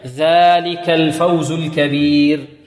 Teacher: الذال المعجمة، وهي مع الثاء والظاء، تخرج من طرف لسان مع طرف الثاني العليا